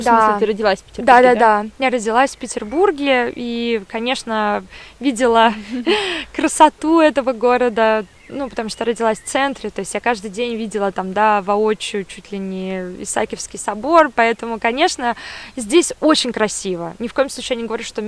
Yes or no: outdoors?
yes